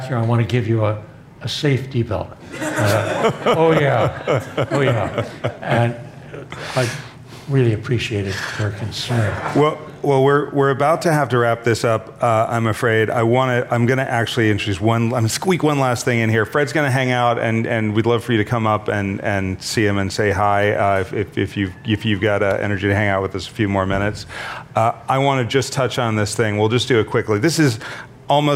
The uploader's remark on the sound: Was given on October 02, 02018 as part of The Long Now Foundation's “Conversations at The Interval” Salon Talks. These hour long talks are recorded live at The Interval, our bar, cafe, & museum in San Francisco.